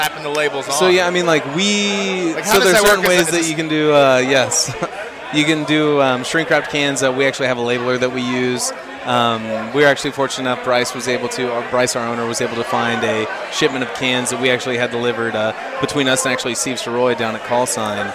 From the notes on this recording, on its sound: Hour two live from Cinder Block Brewery